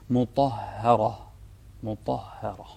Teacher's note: انتبه للطاء والراء يعني مفخمة في المرتبة الثانية من التفخيم وهو الحرف المفتوح، والها بينهم مرققة